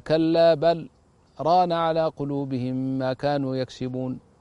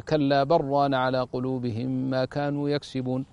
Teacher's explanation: هو الإضغام، إضغام اللام في الراء كالعادة كما هي القاعدة · Shown in: second take